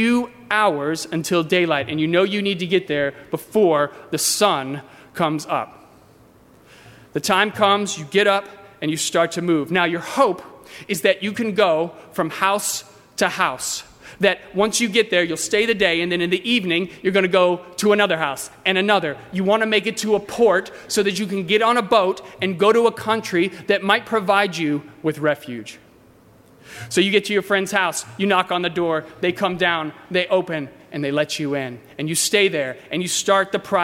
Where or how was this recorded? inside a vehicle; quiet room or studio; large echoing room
large echoing room